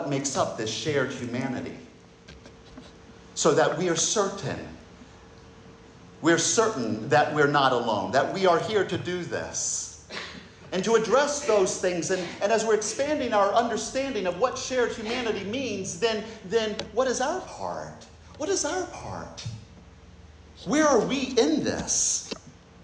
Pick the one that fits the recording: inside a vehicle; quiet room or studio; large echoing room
large echoing room